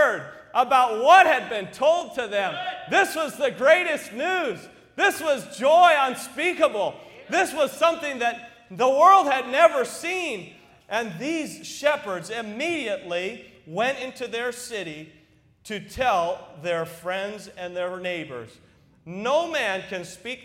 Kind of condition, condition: setting, large echoing room